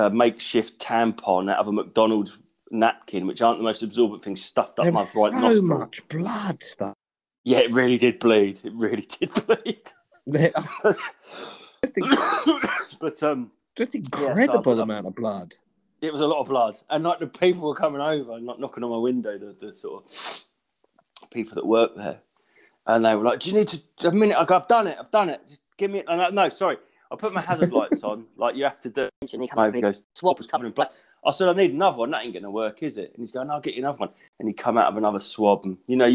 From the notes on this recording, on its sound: Too many truths means this pod is glitchy as F, it was a choice between deleting it or just doing what we could and popping it out.